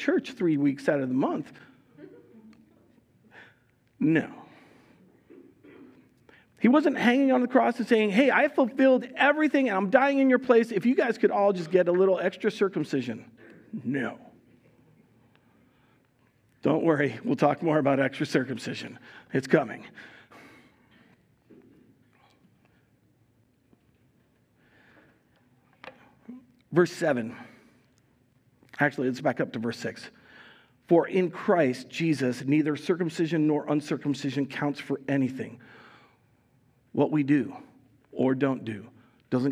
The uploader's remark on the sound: Recorded live at Word of Life Church in Le Sueur, Minnesota, on November 6, 2022